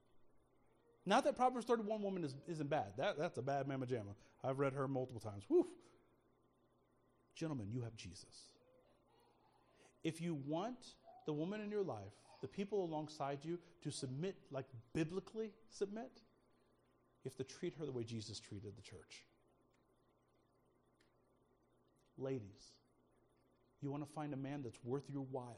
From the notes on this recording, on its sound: speaking at Soma Community Church in Jefferson City, MO on Sunday Morning 18 February 2024